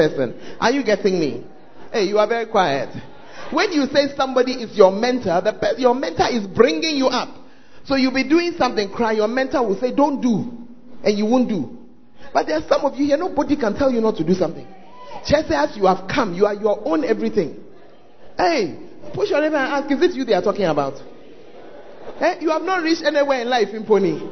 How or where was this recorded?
large echoing room